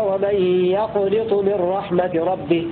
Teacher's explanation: قرأ الكسائي وأبو عمرو بكسر النون